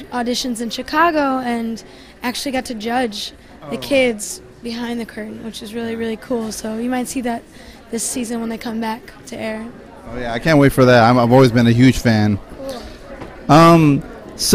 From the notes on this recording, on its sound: Recorded at Chop Suey in Downtown Seattle